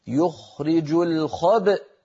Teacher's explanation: لما نقف على يخرج الخبأ هنا يوجد همزة بعد الباء المقلقلة · تباعدت الشفتان وتلاها التصاق الوترين وتصادم الوترين الصوتيين بمعنى خروج همزة ساكنة